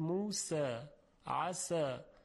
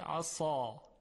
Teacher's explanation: پس حرف سین صفت استفال دارد، موسى، عسى. اگر این استفال رو ازش بگیریم و استعلابش بدیم می شود عصا، یعنی تبدیل به حرف صاد میشه